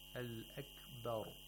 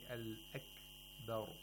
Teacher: Right when you pronounce the kaf, you should start pronouncing the ba. · Shown in: first take · If you say Al-Akbar, that's incorrect.